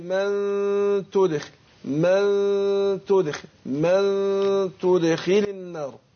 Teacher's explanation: بخفي النون عند التاء · Term: إخفاء